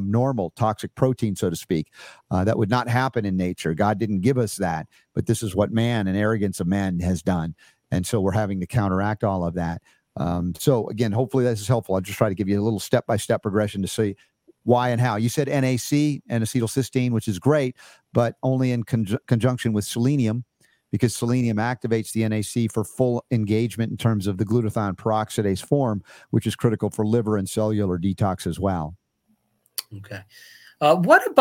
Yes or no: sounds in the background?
no